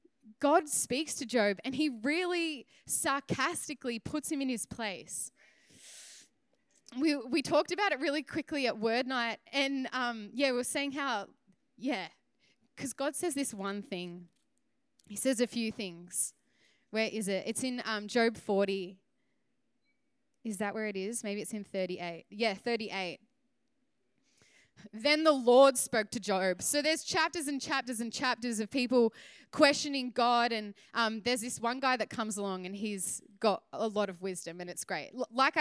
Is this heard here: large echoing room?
yes